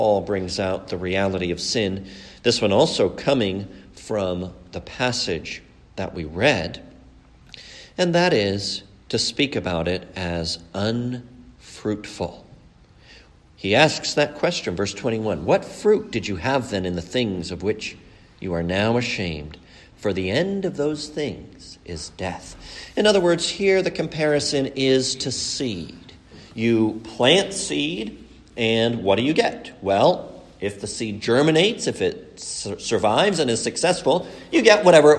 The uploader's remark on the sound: A sermon preached at the funeral service